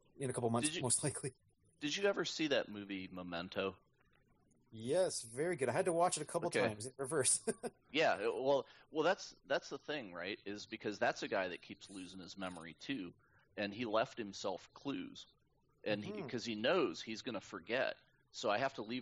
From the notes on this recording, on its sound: Technically, we had problems the entire evening. First off, we’ve switched to Mumble for...